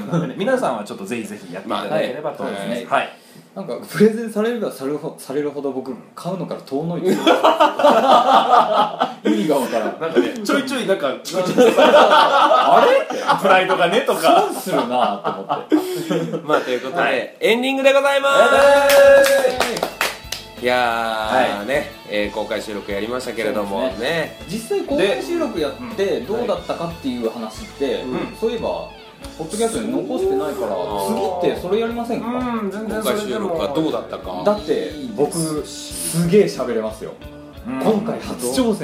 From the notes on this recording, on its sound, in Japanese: 第4回公開収録後編。